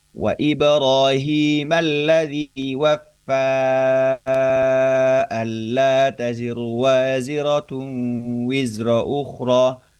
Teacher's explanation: Ada bunyi panjang yang bertemu dengan hamzah dan itu memang disambung satu bacaan. · Term: mad jaiz munfasil